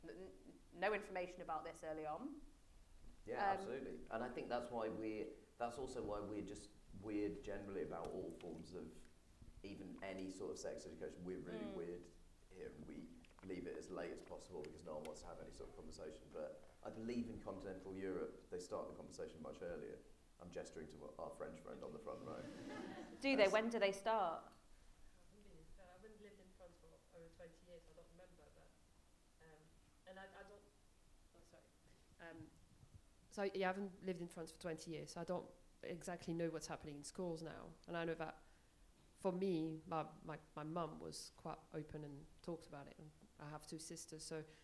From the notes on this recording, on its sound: Live at Kings Place. This time it's LIVE! Recorded at the mighty Kings Place.